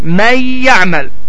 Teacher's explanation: Və biz dedik ki, nun hərfinin məxrəci dilimizin ucunu yuxarı kəsici dişlərə toxundurmaqla nun hərfi çıxır. Amma idğam zamanı isə həmin bu nun hərfi dilimizin ucu yuxarı kəsici dişlərə toxunmur, yalnız yanına tərəf gəlir. Və yə hərfi şəddələnərək burunda çıxır.